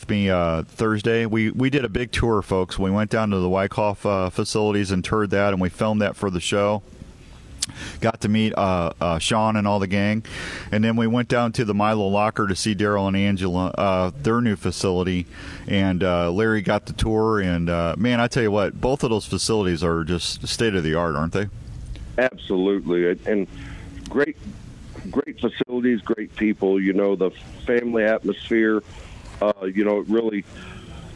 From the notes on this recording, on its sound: Live from the Iowa Deer Classic